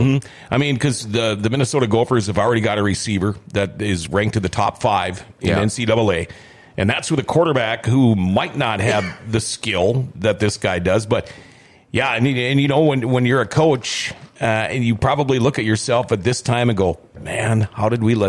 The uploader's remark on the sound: Rumors Sports Bar & Casino's big Kentucky Derby Party. Grandforksnd.